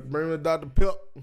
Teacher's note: he don't even say the last syllable on the word